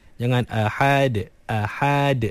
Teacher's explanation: Dia nampak macam ada alif antara ha dengan huruf dal.